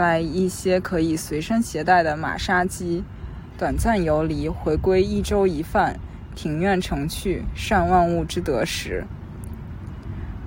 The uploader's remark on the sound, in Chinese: 这是一期接地气的播客（字面意思），我们来到郊野公园席地而坐录制这期博客。在露营帐篷的包围圈里聊露营。